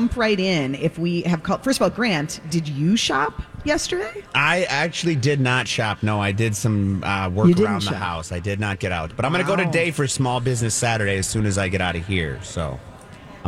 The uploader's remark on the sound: Live form the Galleria